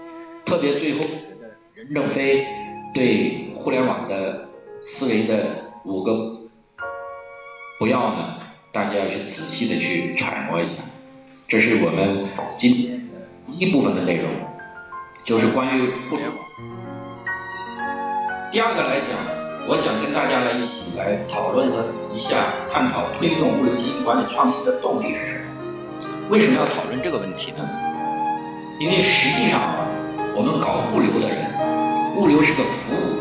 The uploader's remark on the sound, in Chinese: 现场录音